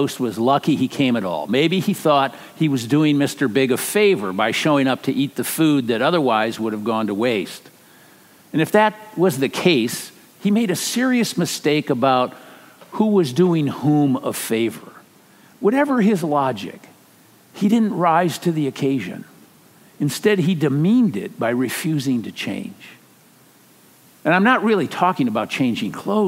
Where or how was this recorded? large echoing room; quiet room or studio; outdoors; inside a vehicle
large echoing room